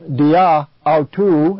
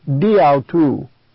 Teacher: the alpha has been dropped, because the word that follows begins with a vowel · Shown in: second take · So instead of dia autu and repeating the alpha, it's just diautu. · Term: elision